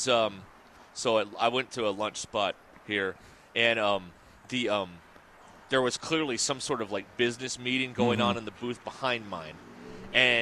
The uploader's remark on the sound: The guys are live at Gellco Outdoors in Fort Smith